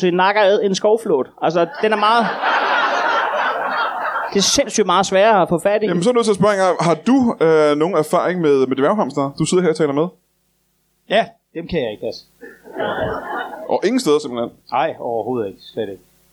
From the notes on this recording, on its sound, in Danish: LIVE fra Kolding.